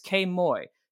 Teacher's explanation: The accent falls on the second syllable.